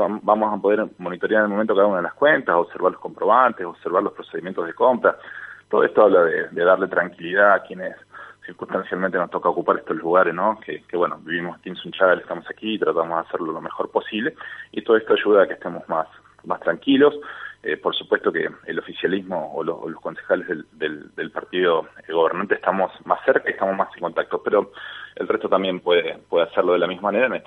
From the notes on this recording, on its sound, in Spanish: Entrevista telefónica